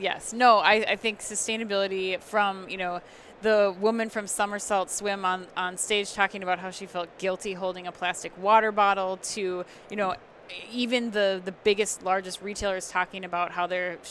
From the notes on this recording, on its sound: NRF 2020 Live Recap from the Javits Center, NYC.